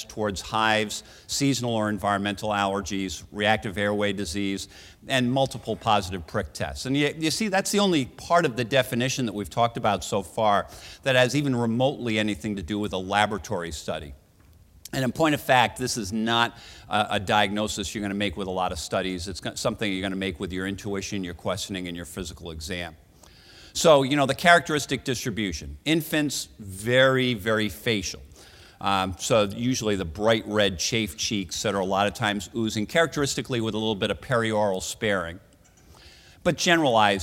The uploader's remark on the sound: Recorded at the 2013 Summer SDPA Conference in St.